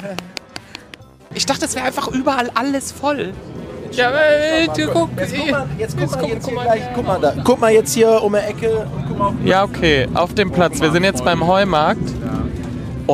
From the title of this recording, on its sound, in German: Live von den Straßen des Kölner Karnevals